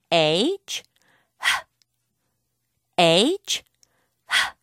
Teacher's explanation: 바람 소리죠. 목에서부터 튀어나오는 소리고요.